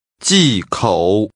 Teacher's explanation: The tones are falling and falling rising.